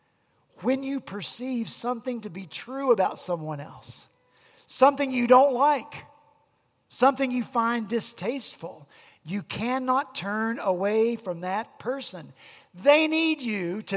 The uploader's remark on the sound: At Redeemer Presbyterian Church in Charleston, SC